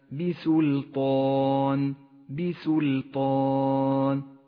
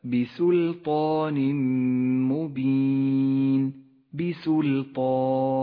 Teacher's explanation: ورقق حرف الباء وحرف السين وحرف اللام، وفخم الطاء والألف ورقق النون